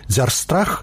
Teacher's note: У нас гукі пад уплывам суседніх могуць моцна змяняцца або нават знікаць дзеля мілагучнасці. Ж знікае перад наступным С.